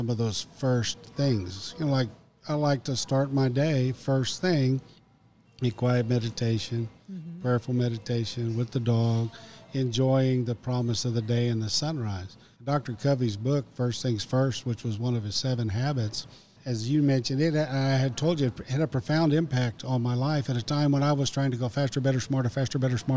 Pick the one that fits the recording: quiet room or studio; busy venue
busy venue